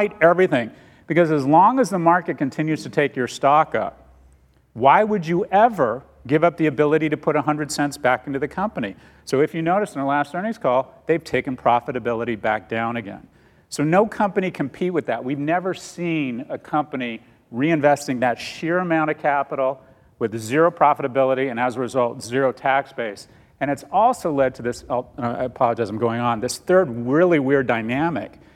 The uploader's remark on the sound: Recorded live on September 9, 2019 at Code Commerce in New York City.